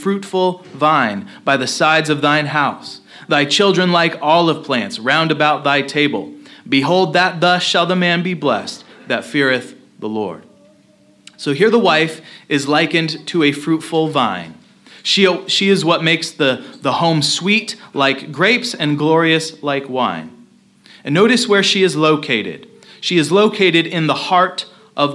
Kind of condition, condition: setting, large echoing room